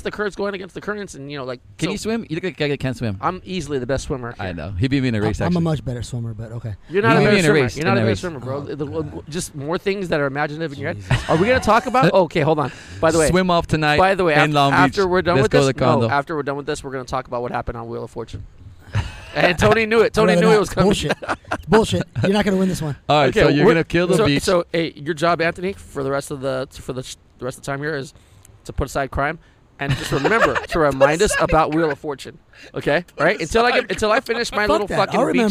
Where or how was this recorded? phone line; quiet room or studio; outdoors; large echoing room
outdoors